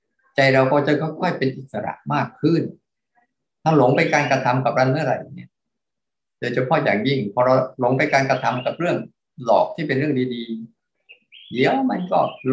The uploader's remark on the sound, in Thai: คอร์สออนไลน์ (ผ่านโปรแกรม Zoom)